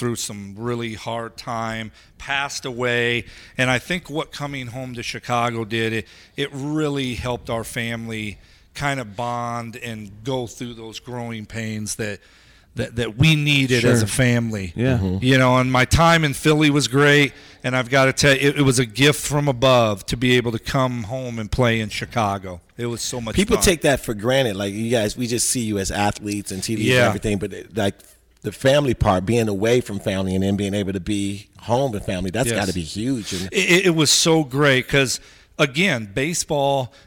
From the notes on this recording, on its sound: live from SoxFest 2017!